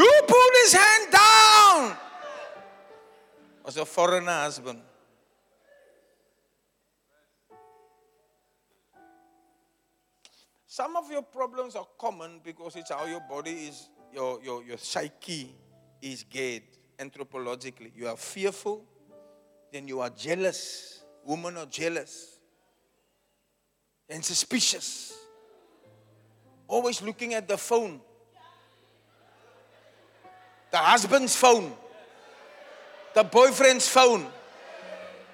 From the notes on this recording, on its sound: Preached at Zion Sanctuary, Cape Town on the 30 July 2023